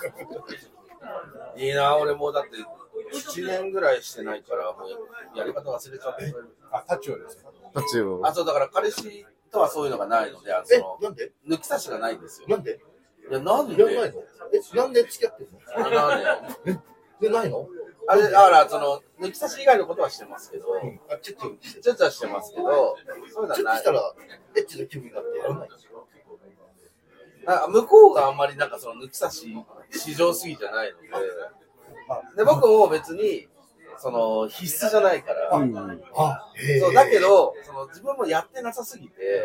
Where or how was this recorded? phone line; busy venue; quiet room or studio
busy venue